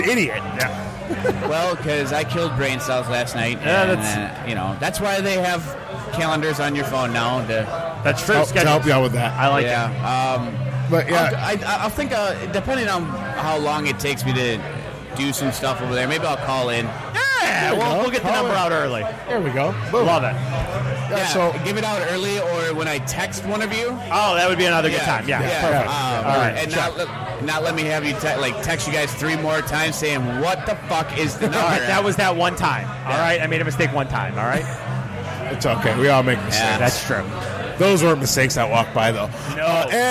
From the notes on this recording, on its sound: In The Box 06-03-2017 Live from Old Shillelagh.